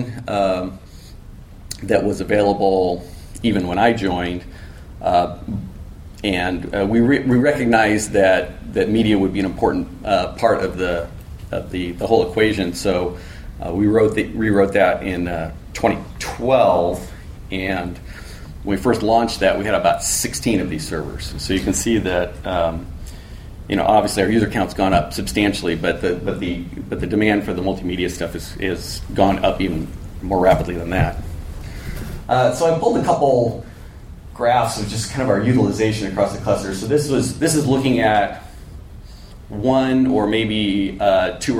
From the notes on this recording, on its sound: A recording from a MeetBSD California 2014 talk.